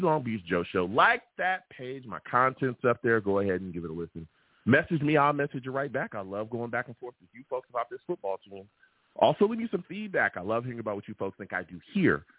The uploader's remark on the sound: I take live callers!